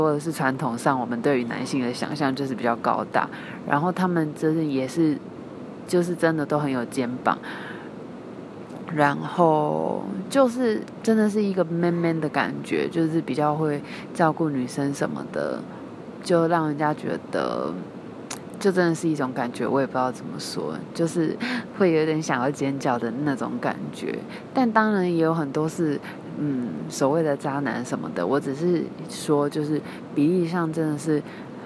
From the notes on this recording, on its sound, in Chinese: 錄製於成吉思汗機場